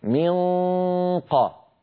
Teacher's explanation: من يعني لما بقول من قبل، لما بقول من أقصى اللسان قد التصق بالحنك اللحمي وانقفل هذا المكان، ما عاد في صويت فموي، كل الصوت يتحول عن طريق الخيشوم غنة فقط